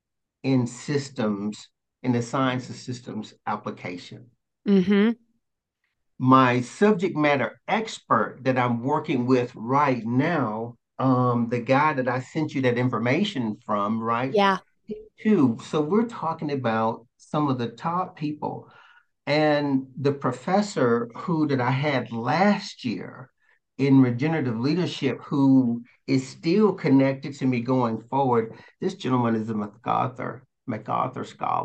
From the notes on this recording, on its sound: I decided to record our Zoom convo